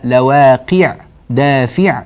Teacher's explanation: اكسر القاف لواقع والفاء من دافع كسرا كاملا، لا تقولي لواقع دافع، لا لواقع دافع، اكسري جيدا.